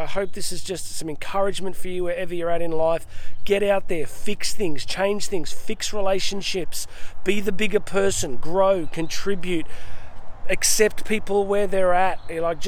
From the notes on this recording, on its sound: Today I am coming to you live from some random rainforest in Queensland and a swamp that I found in the middle of it.